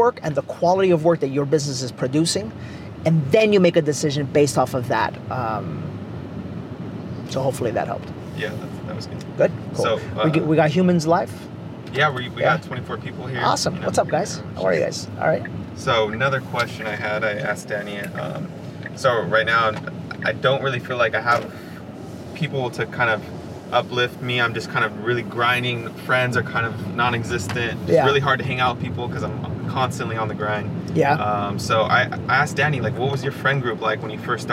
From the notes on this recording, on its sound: were in the car